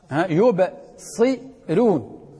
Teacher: مضمومة إثر كسر، فحكمها ماذا؟ حكمها الترقيق عند ورش، وينفرد بهذا الوجه.